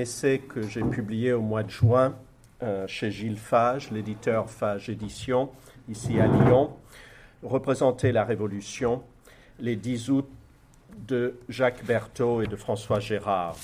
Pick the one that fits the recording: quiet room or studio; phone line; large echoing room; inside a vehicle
large echoing room